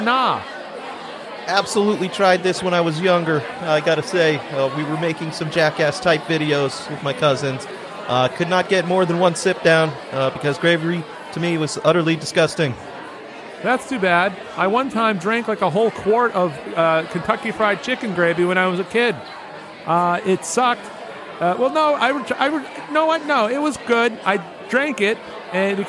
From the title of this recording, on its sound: Live from Macy's Thanksgiving Day Parade